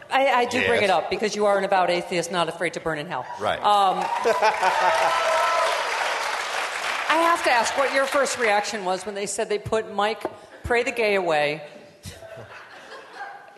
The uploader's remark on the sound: Live from the Seattle Sexy Liberal show